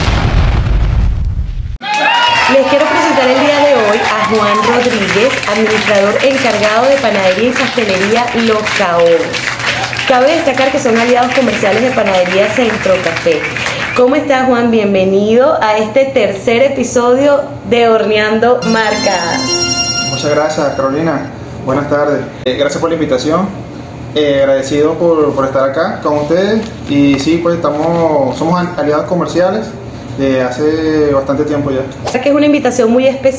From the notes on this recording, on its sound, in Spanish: Temporada de HORNEANDO MARCAS fue grabado en instalaciones de Panadería Centro Café